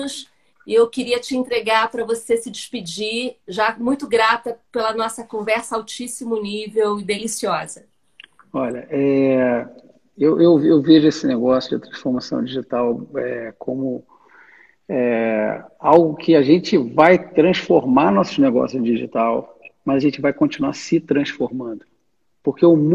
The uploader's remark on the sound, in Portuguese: Live exibida no dia 22/07/2020, no Instagram.